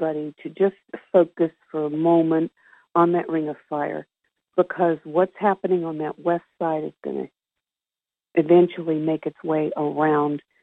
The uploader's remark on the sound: Conference Call LIVE.